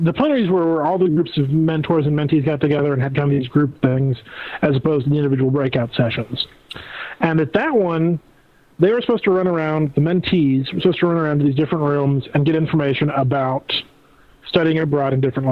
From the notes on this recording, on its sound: We had live Skype callers on the show once again